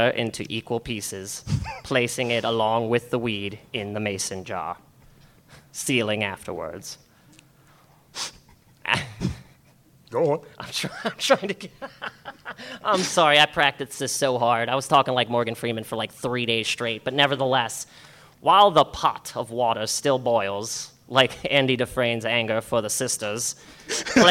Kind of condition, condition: setting, live audience